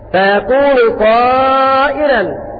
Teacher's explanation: وقرأ ورش بترقيق الراء وهي عندهم مد متصل